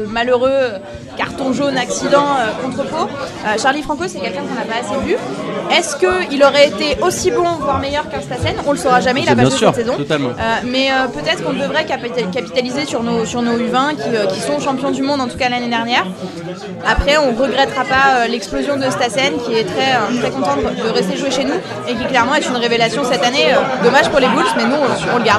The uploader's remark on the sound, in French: Le bilan de la saison en direct du Club House NSNW ! Un épisode tout en bonne humeur, avec un son saturé (c'est la première soyez indulgent) et beaucoup de bière !